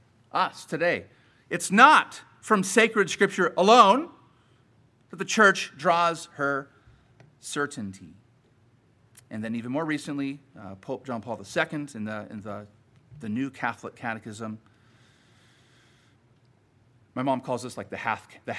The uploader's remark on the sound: Sermon preached at Grace United Reformed Church